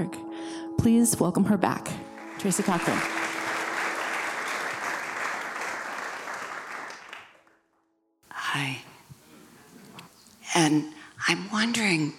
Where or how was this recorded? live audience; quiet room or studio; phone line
live audience